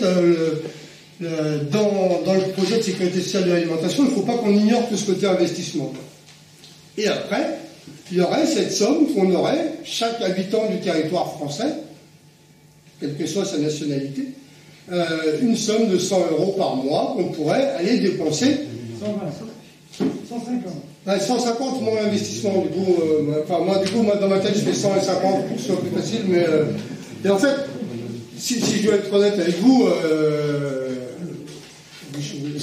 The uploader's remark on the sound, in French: Conférence-débat organisée par Attac 93 Sud le 27 janvier 2022 à Montreuil